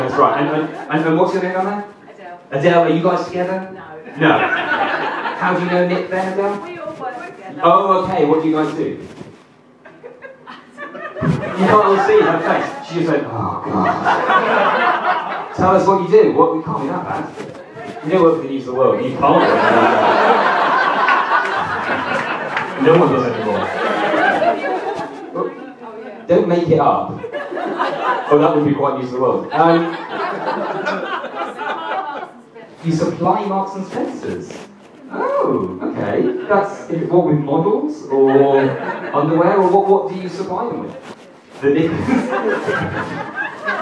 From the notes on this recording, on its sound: A clip from my gig tonight at The 99 Club Leicester Square. Apologies for the sound quality - it was recorded from my back pocket!